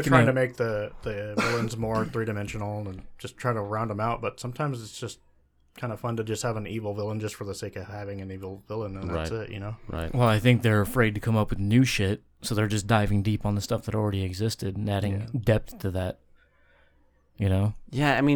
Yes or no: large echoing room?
no